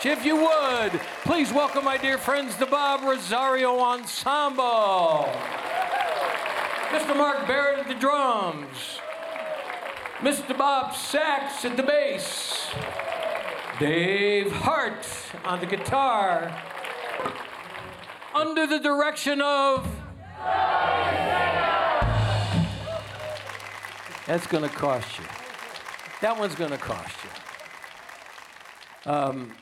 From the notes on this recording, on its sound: Live at the South Point Casino